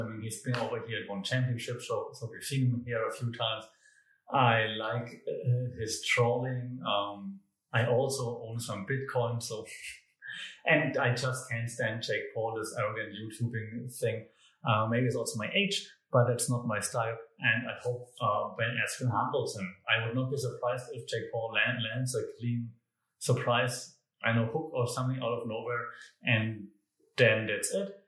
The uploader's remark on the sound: Comes to you from a new studio room with lots of echo sorry, recorded right after moving - will be better with furniture next time.